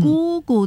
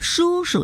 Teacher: 两个字叠在一起第二个字呢读轻声